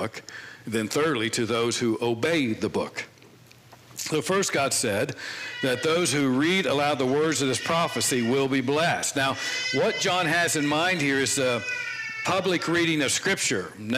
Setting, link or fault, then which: setting, large echoing room